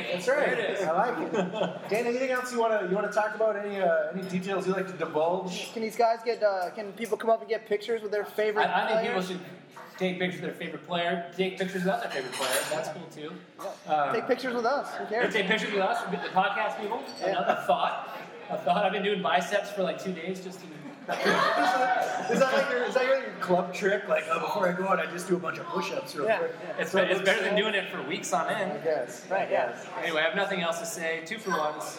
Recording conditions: busy venue